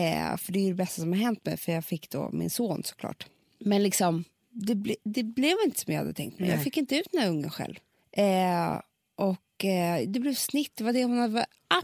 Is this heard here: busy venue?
no